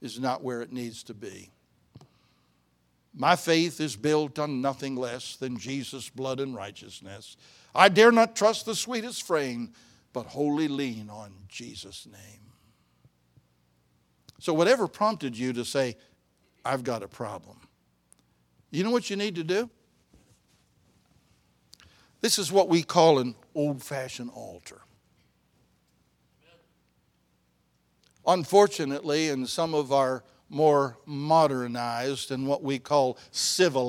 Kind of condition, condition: setting, large echoing room